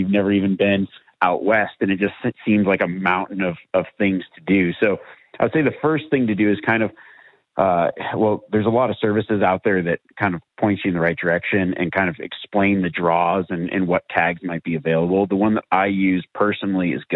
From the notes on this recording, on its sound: Live Wild Call-In Q&A. Takes calls from listeners and answers questions.